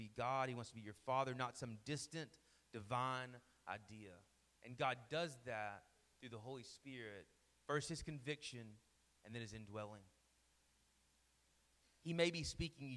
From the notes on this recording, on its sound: Sermon Audio from our Worship service.